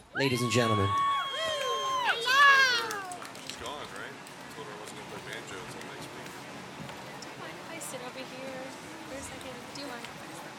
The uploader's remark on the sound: Recorded live at Late at the Lake, at Mozart's Coffee Roasters in Austin, Texas on Tuesday, June 27th, 2023, outdoors on our main stage.